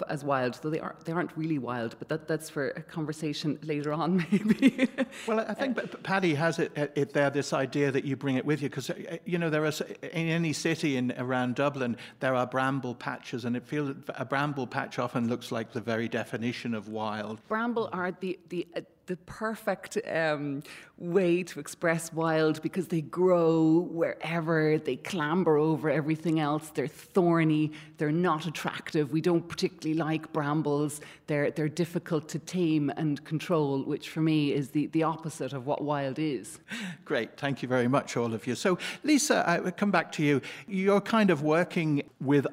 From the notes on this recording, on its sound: Recorded live at Dublin Book Festival.